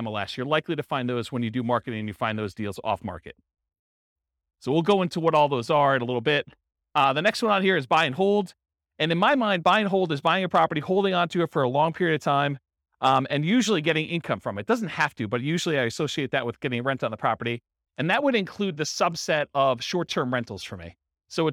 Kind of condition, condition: setting, live audience